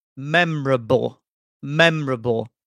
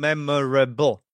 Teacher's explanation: sometimes British people pronounce it only as 3 syllables · Shown in: first take · memorable, memorable, rather than saying memorable.